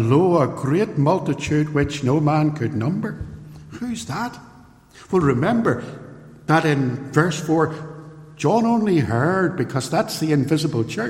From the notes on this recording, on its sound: This sermon was recorded at Templepatrick Reformed Church, and is used with their permission. It is raw, and unedited.